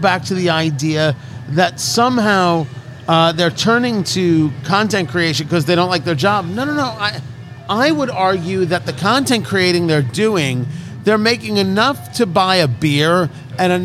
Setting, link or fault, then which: setting, busy venue